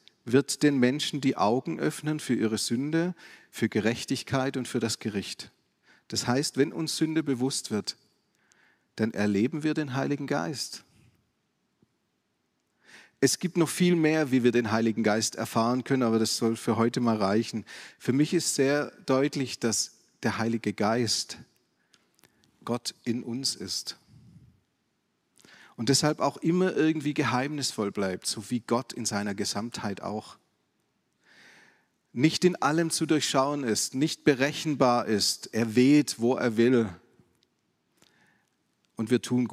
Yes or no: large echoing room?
yes